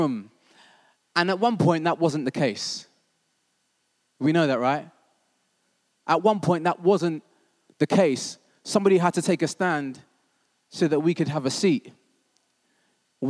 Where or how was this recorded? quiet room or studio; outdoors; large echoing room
large echoing room